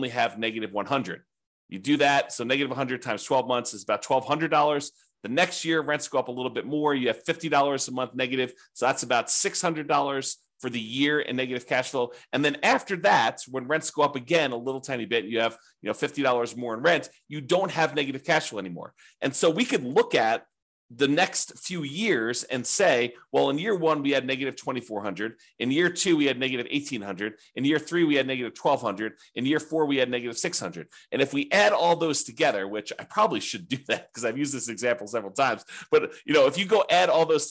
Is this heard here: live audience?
no